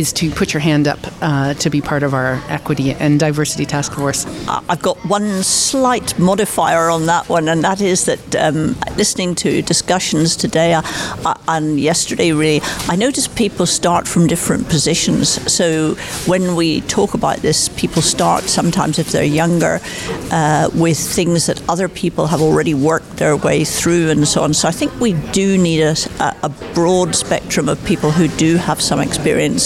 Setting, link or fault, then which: setting, busy venue